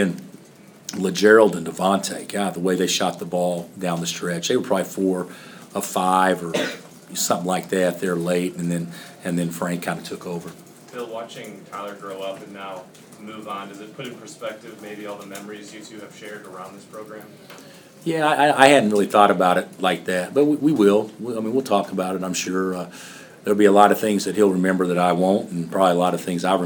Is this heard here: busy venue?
yes